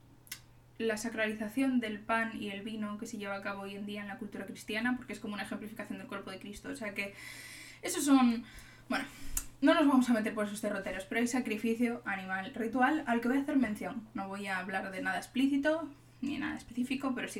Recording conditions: sounds in the background